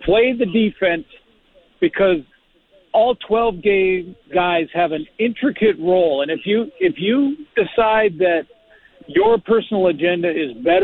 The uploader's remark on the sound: LIVE at #Riders Training Camp in Saskatoon